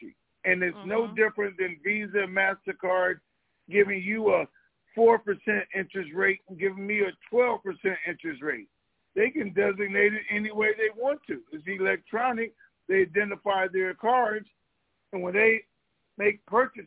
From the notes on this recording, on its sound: TNTSuperfantastic Conference Call.